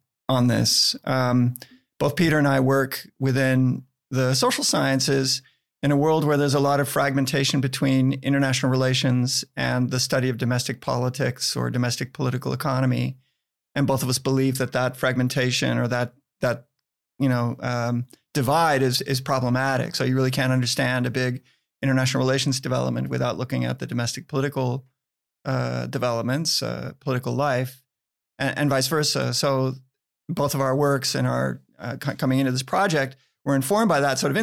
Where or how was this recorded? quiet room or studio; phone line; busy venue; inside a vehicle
quiet room or studio